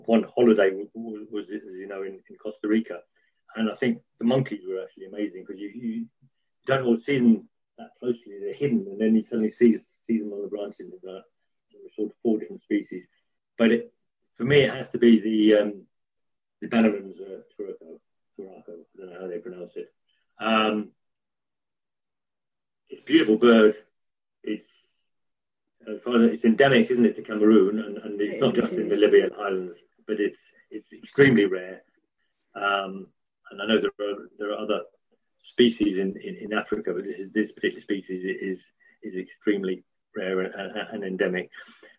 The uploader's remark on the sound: Apologies for any audio discrepencies, due to current circumstances the recording took place via Zoom.